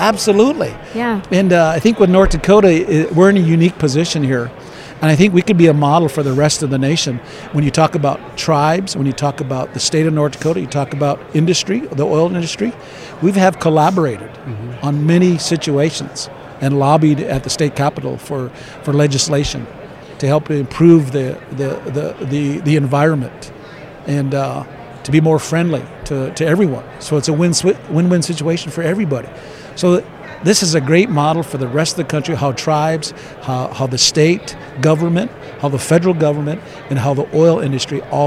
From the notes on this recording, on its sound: at the Williston Basin Petroleum Conference in Bismarck, ND.